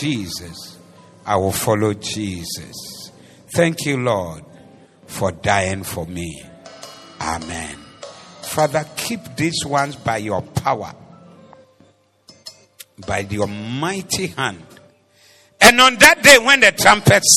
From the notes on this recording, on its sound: Preached at the Doxa Service